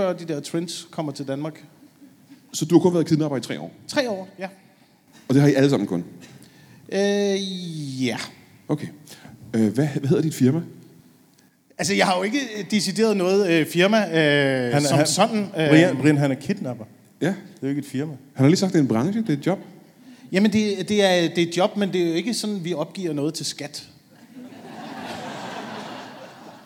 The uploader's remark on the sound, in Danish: LIVE fra Kjellerup